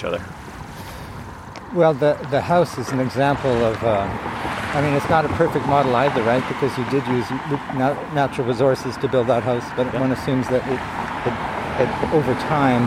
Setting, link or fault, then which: setting, outdoors